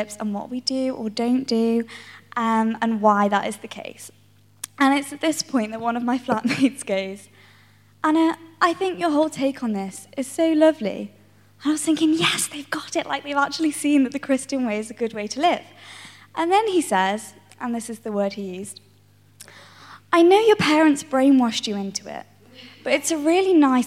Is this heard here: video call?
no